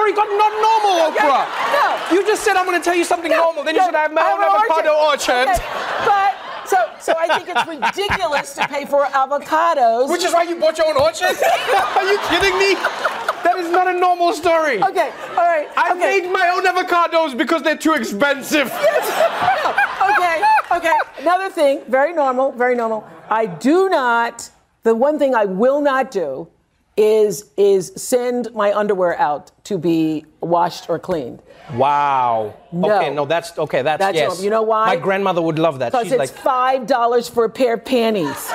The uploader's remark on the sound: Every now and then, Daily Show guests like to hang out after their interview and let the audience ask them questions.